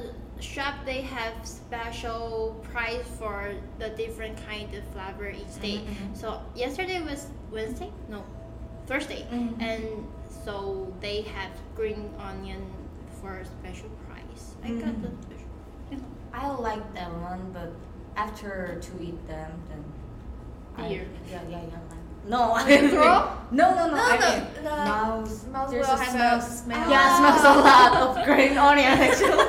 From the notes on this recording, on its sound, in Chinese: 由於錄音環境限制，這一集雜音比較多，請見諒